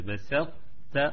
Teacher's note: فلا بد الإنسان يحقق الاستعلاء، صفة الاستعلاء، قبل أن ينتقل إلى حرف التاء